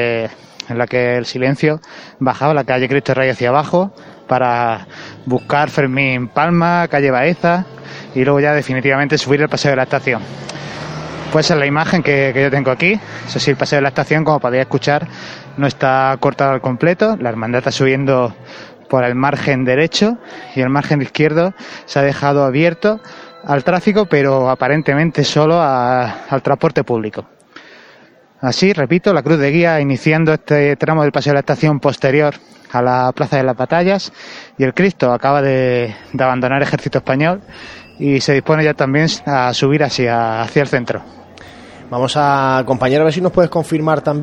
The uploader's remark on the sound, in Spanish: Conectamos en directo con la Plaza de las batallas, por donde transcurre la cruz de guía. Emitimos los "sonidos del silencio".